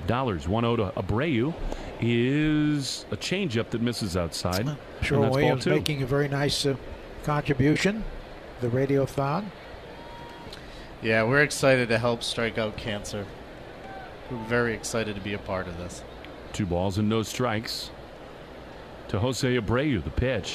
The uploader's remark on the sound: From the booth! Live from the WEEI Sox booth!